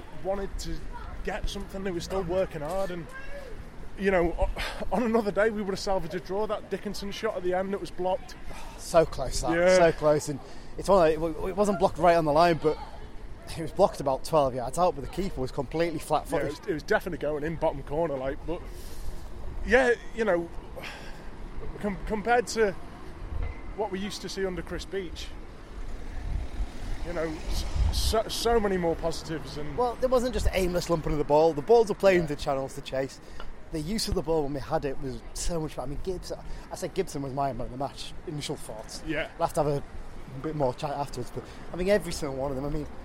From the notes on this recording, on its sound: This weekend the lads travelled down to the south coast to see United take on high-flying Exeter City. Along the way, they recorded some bits of chat as well as crowd noises of the key moments in the game to bring you a bit of a taste of the atmosphere at St James Park. There's some slightly fruitier language than usual in this episode due to the crowd noise - pretty much impossible to edit out.